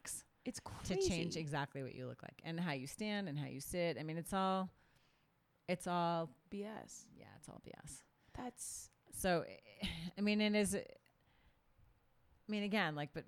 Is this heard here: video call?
no